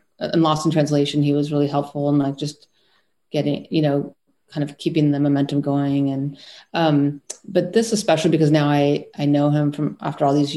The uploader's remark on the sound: In a spoiler-filled virtual Q&A.